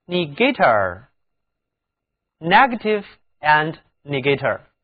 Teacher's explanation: 到了 negator 这个词里面， NE 组合却读作 nini，重音也后移到了第二个音节上